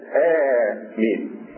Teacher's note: يبقى آمين بفتح الهمزة مع المد